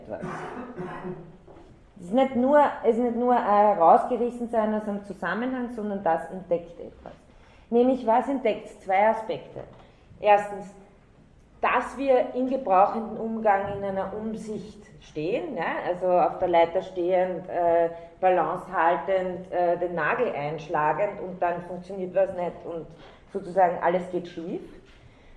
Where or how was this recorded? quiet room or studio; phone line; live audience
live audience